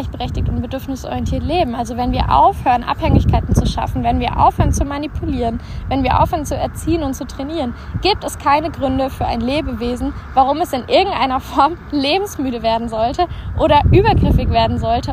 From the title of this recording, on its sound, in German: live aus der Natur